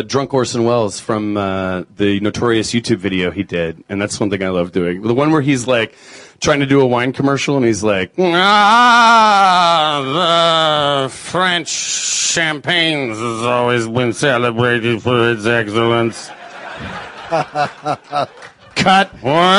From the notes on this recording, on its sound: From the SXSW Film and Interactive Conference